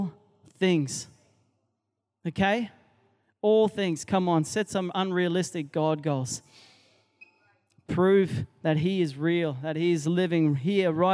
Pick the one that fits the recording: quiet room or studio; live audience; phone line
live audience